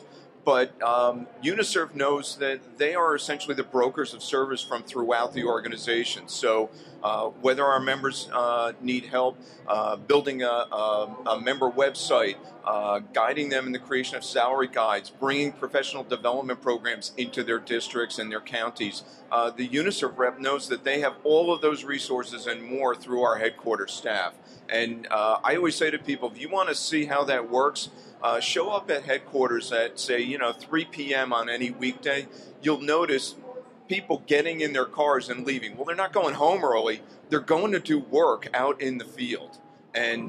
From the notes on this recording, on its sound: LIVE from the NJEA Convention. Broadcasted directly from the floor of the 2016 NJEA Convention in the TeacherCast booth.